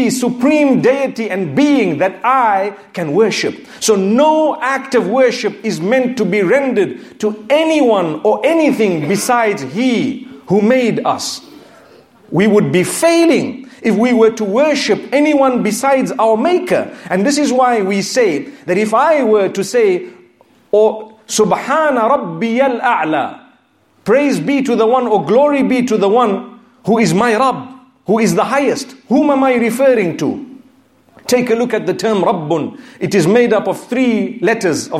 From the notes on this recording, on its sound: Friday Jumu’ah Lecture from Masjid Al Rahmah in Liverpool.